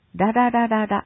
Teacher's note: ラは舌先を反らせ上顎に当てる動きをしています